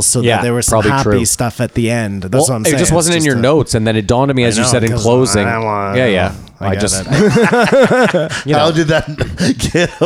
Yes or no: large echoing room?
no